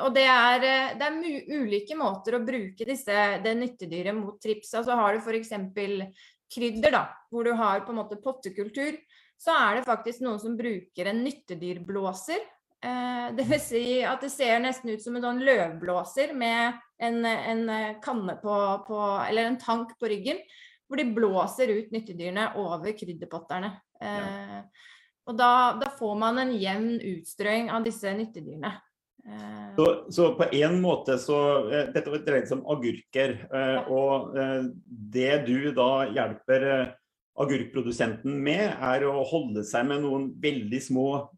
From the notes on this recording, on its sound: Live Zoom.